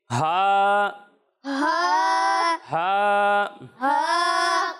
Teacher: جب آپ ہا کی ادائیگی کریں گے تو اسے حلق کے نیچے والے حصے سے پڑھیں گے